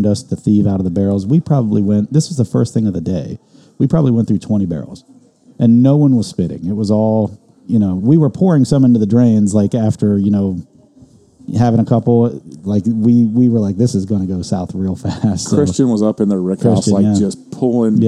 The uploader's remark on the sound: Justin's House of Bourbon in Louisville for hosting us while we recorded and setting us up in their back room